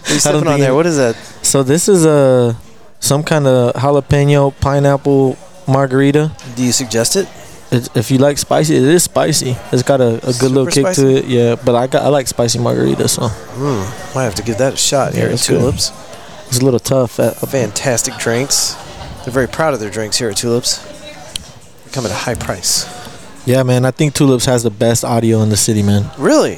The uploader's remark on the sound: We were invited to Tulips for an excellent night of music and podcasting with some of our cities most well-known hip hop artists for this recording.